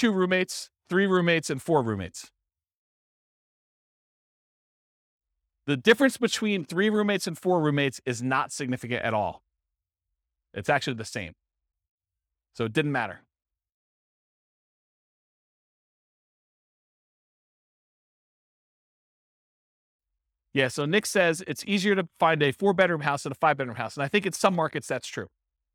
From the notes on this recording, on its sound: This was a live class recorded